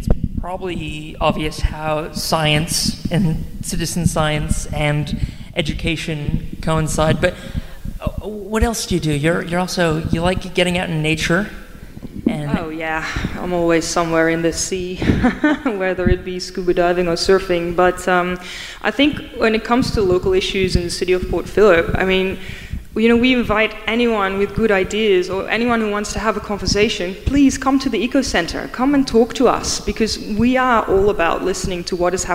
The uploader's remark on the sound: Anote's Ark panel from the Astor Theatre. Transitions Film Festival brought a film screening to Port Phillip in Melbourne. Record the post-screening panel as a live episode.